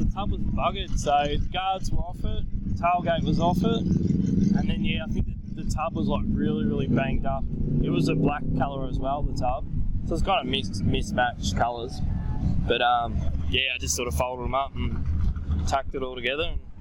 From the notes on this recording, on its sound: This episode was recorded over a year ago at the Bright Rod Run in NE Vic.